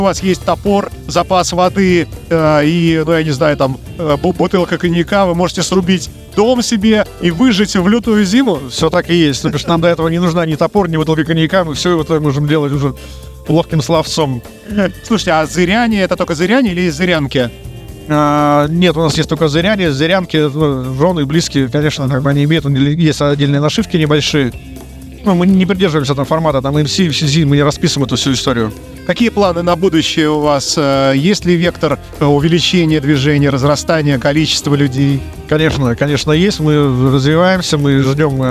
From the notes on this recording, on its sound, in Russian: Мотофестивале Baltic Rally 2023 в ходе которого и состоялась эта встреча с нашей радиостанцией. Записано в городе Выборг 22 июля 2023 года на Рыночной площади в ходе фестиваля Балтик Ралли.